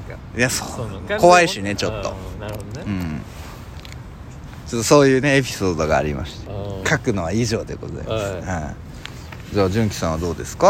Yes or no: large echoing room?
no